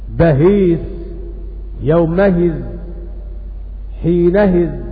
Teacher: وإذا وقعت الهمزة مكسورة بعد فتح ففيها التسهيل أيضا